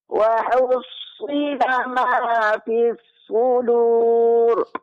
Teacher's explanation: huruf sad tasydidnya jelaskan dan lebih ditebalkan, Bu.